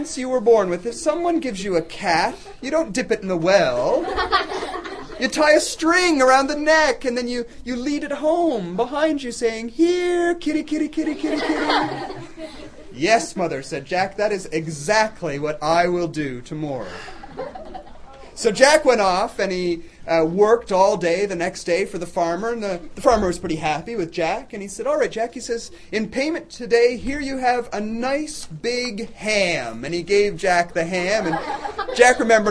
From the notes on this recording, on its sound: Storytelling students in grades 4-6 at Holy Cross Elementary. This is a story recorded live at Holy Cross.